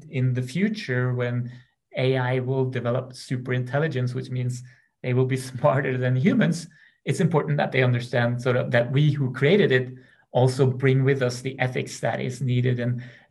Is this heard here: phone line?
no